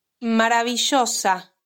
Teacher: The double L and Y are often pronounced with a J sound.